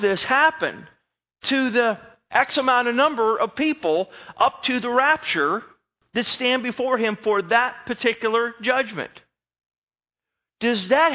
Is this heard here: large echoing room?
yes